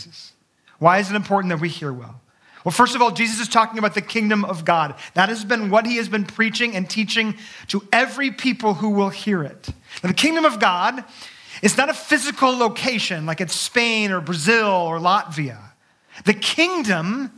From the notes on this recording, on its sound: Sunday morning message delivered on 16 April 2023